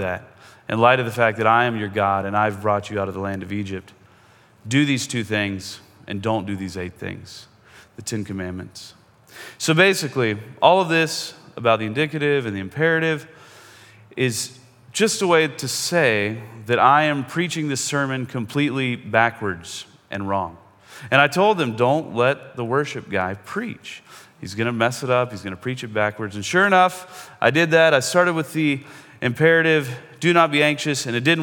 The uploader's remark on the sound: Most of this podcast is a sermon that he preached at Cross and Crown Church in Seattle.